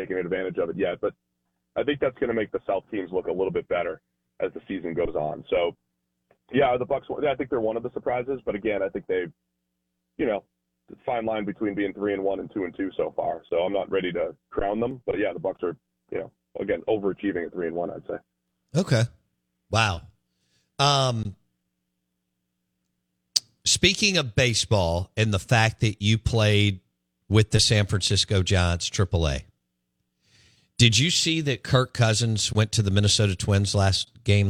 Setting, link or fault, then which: link, phone line